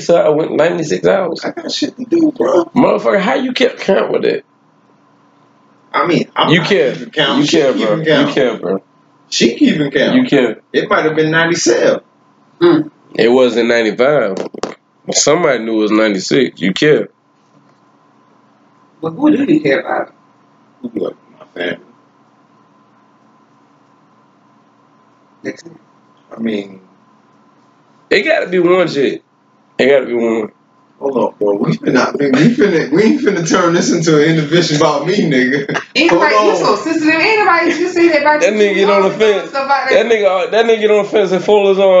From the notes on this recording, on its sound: Although Technical Difficulties occurred with the Audio, We kept recording. We kept pushing and discussing throughout the issue until it was fix at 26:06.